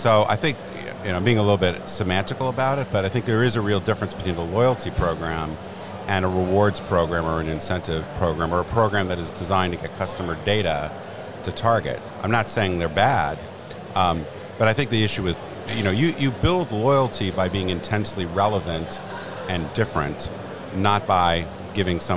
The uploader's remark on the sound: This episode is live from The Lead Innovation Summit in NYC